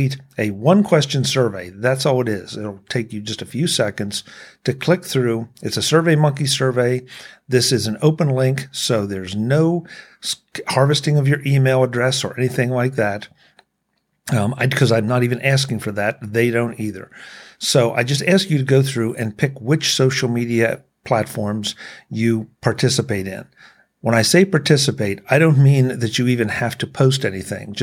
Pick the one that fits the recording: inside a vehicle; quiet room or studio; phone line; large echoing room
quiet room or studio